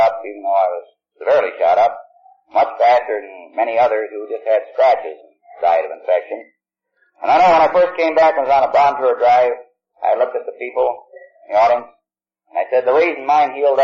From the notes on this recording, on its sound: He is telling his story in San Francisco. At an unknown event. This recording has a harsher tone to it as many older recordings do, I was able to get the background hum out.